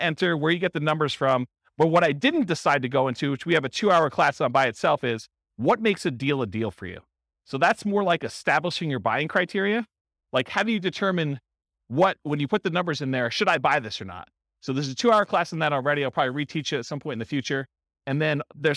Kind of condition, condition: setting, live audience